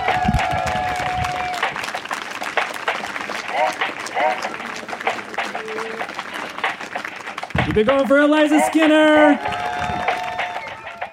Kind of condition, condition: setting, outdoors